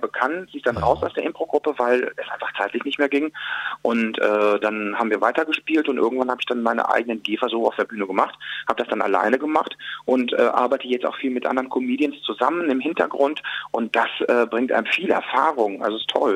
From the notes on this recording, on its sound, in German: Wir haben ihn im Live-Call auf JOKE FM.